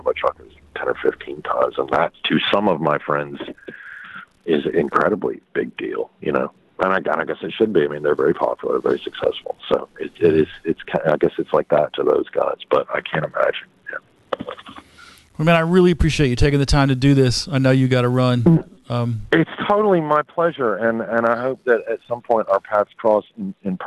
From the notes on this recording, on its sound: I interviewed him via phone from his home.